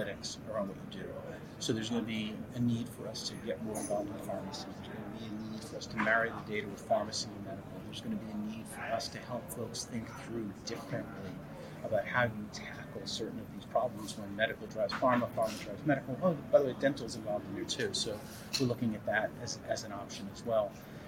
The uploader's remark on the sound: Live at the SIIA 2022 Engage Conference